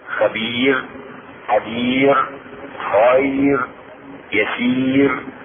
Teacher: الراء خفيفة اذا كانت الراء ساكنة بعد ياء ساكنة حرف لين